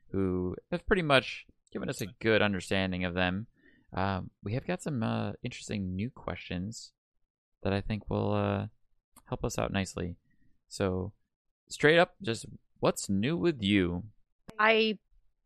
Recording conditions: drop-outs